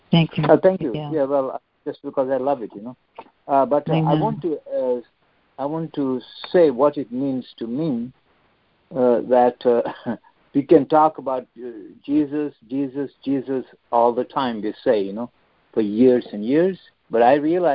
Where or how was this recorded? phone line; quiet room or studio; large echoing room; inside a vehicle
phone line